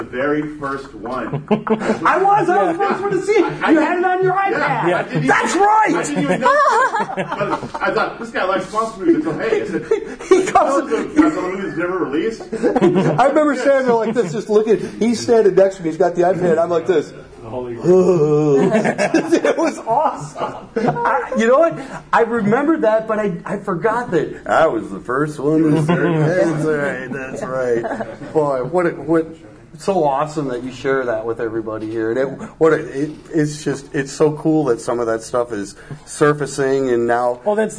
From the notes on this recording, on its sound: Live from G-Fest! Live from G-Fest 2016. Sit down for a late night impromptu podcast.